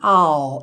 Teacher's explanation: a gente diz I'll e leva a língua mesmo lá para cima